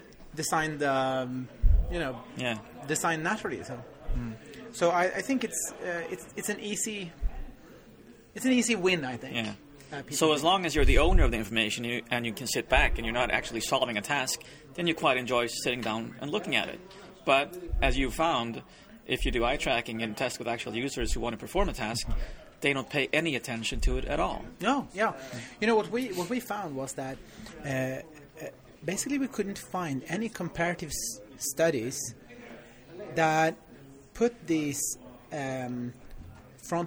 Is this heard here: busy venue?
yes